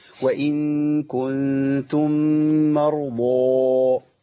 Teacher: تضخيم الضاد بشكل قوي جدا ده يخلي صوت الضاد مختلف